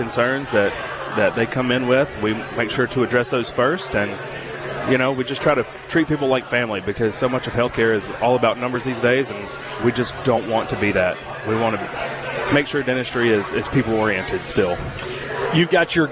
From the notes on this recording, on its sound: Live from Fuzzy's Taco Shop in Midtown a special two hour show.